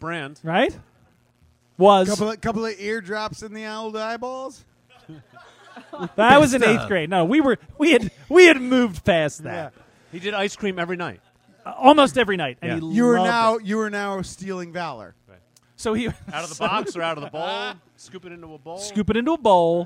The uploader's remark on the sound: LIVE episode